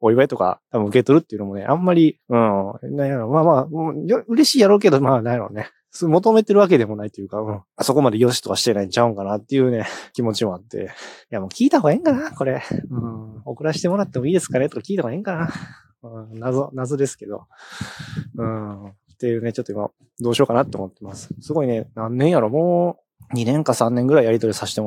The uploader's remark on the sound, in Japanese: 風の雑音が多くてすみません